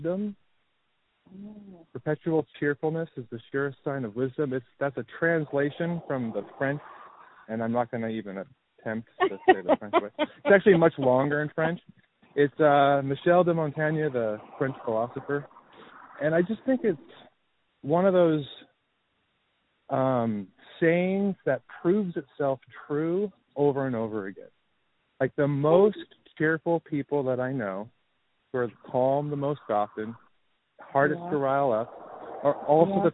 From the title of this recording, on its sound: Walk & Talk